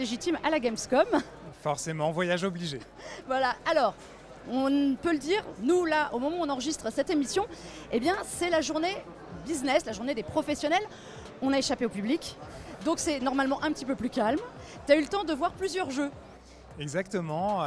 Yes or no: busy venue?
yes